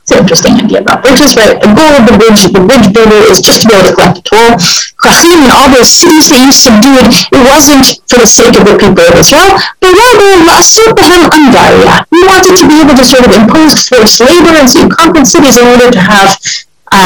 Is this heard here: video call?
yes